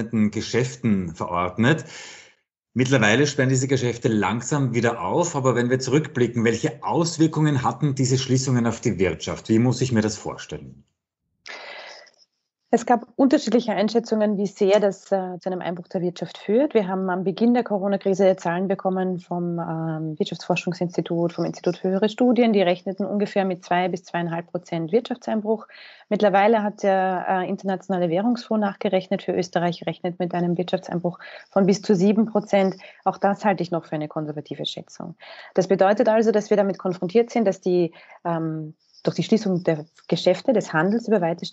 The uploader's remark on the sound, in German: Folge wurde aufgenommen via Skype.